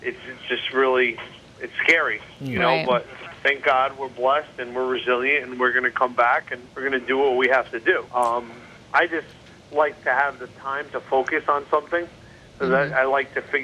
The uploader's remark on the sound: hop on the phone with celebrity baker